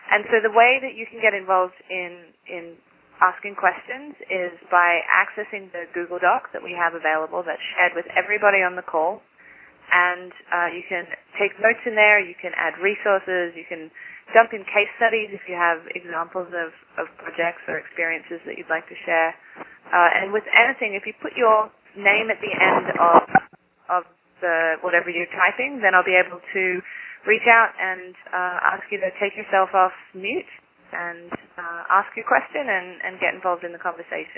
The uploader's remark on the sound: Call recorded on September 22, 2011.